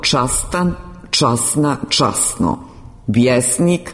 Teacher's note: tročlane suglasničke grupe svode se na dvočlane time što se t i d gube ako su ispred njih strujni suglasnici s, z, š ili ž, a iza njih suglasnici b, k, l, lj, m, n ili nj. · Term: gube t, odnosno d